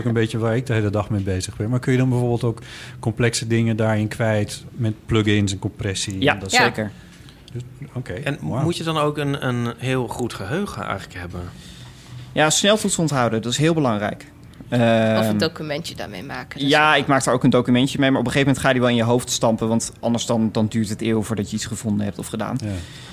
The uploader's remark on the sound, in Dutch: vanaf het Nationale Podcastfestival